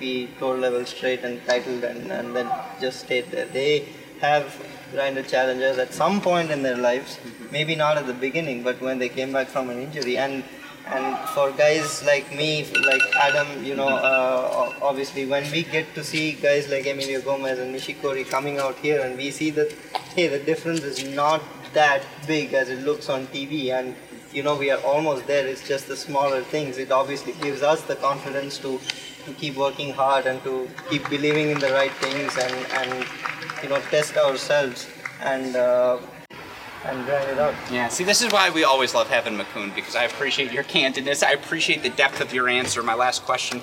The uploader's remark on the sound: live from the Cranbrook Tennis Classic